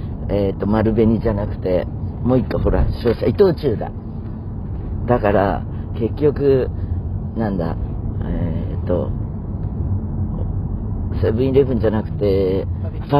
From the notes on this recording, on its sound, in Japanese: 今週は神戸の会場に向かう車の中からお届けです。車が会場に着いてしまい収録が終了！